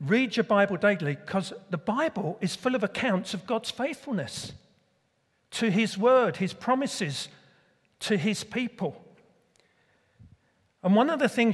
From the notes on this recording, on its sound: Recorded at Middlesbrough Community Church.